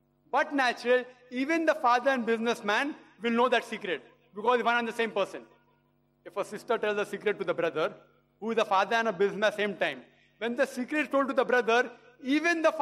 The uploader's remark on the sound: video lecture (with Q&A Session)